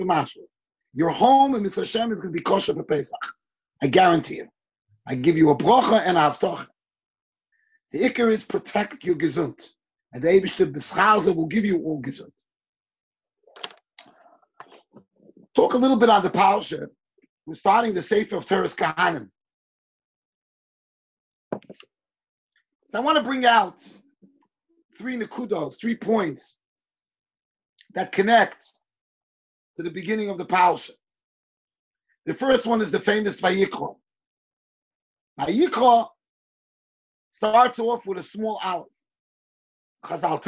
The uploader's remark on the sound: Shiur recorded on Zoom conference.